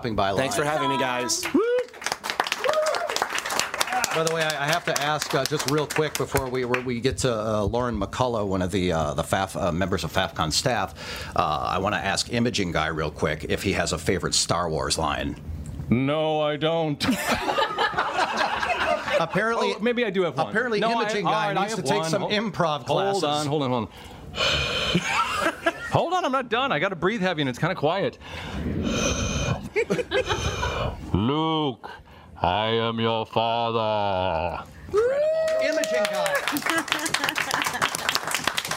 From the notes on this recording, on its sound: Record live with the entire Voice Over Cafe staff from Faffcon 5 : The Voiceover Unconference in Charlotte, NC! Voice Over Cafe from Faffcon: The Voiceover Unconference in Charlotte, NC. Record live with the entire Voice Over Cafe staff from Faffcon 5 : The Voiceover Unconference in Charlotte, NC!!